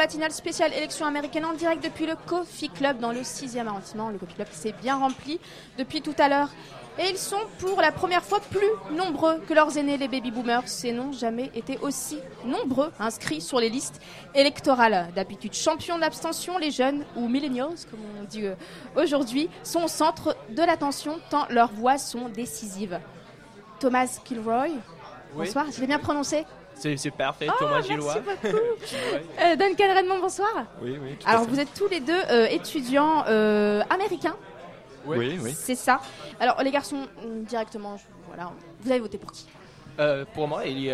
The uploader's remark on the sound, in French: La Matinale de 19h vous proposait une émission spéciale élections américaines, en public et en direct au Coffee Club à Paris.